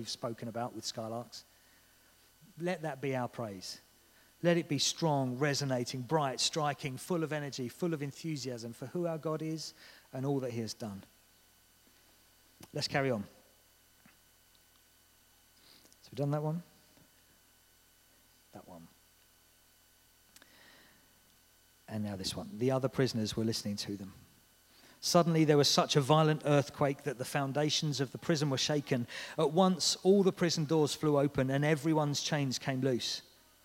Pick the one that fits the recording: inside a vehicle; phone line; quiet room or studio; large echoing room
large echoing room